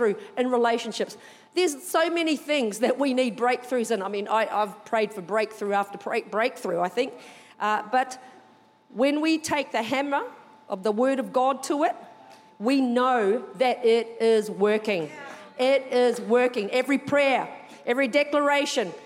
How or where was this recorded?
large echoing room